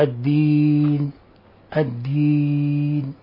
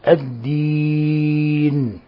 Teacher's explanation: ومن الأخطاء غن النون إذا وقف عليها من كلمة الدين، ويحصل ذلك مبالغة في التحقيق وهروبا من عدم التبيين وعليه، فمن الأخطاء عدم تبيين النون عند الوقف عليها، أيضا من الأخطاء عدم تبيين النون حالة الوقف عليها · Shown in: first take